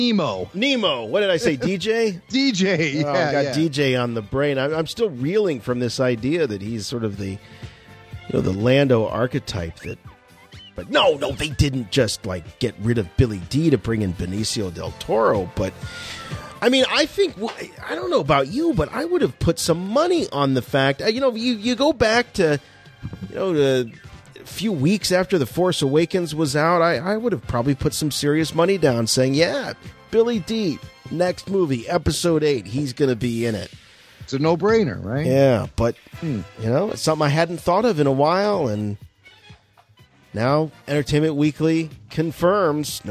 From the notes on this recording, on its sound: RFR Live returns as we give thanks for our community by featuring your phone calls and voice mail.